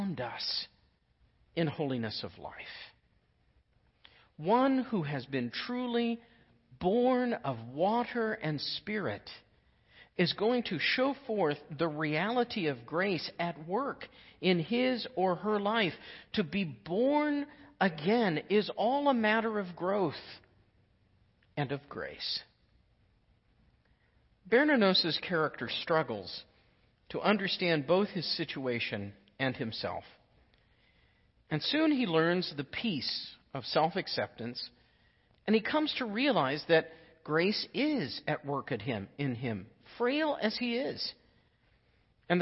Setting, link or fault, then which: setting, large echoing room